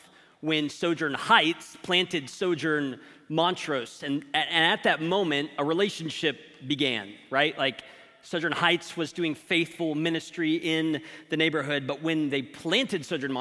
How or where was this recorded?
large echoing room